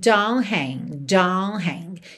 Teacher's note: a gente não ouve nem rastro do T de don't